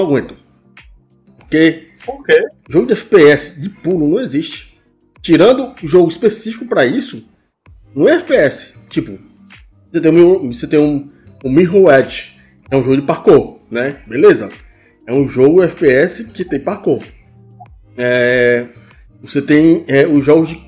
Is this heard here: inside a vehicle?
no